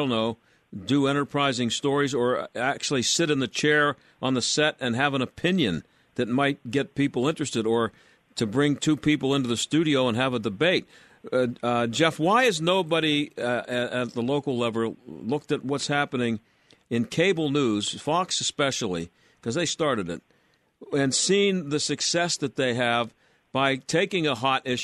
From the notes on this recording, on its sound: Welcome to Pitt Cycles in Warrendale. Broadcasts live from the premiere cycle shop in between Cranberry Township and Wexford.